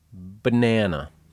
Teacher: The vowel in all three syllables is the letter A. But in the first syllable, it sounds like uh. In the second syllable, it sounds like ah. And in the third, it's again. · Banana has three syllables, and the first and third ones are schwas.